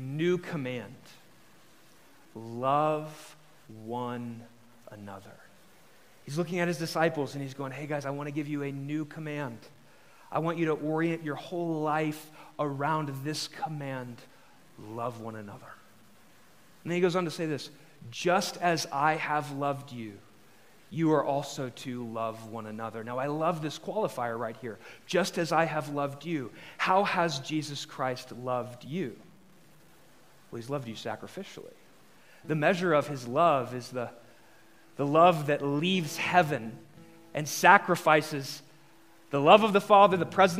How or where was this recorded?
large echoing room